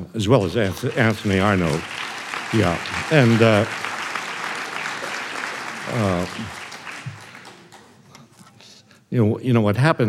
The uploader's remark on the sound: The event was recorded on May 13, 2009 in front of a live audience at New York's 92nd Street Y.